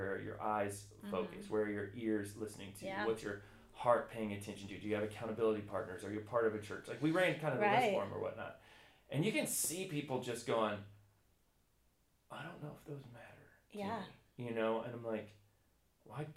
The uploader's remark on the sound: We had a small mic issue for this episode and will have that corrected for next week.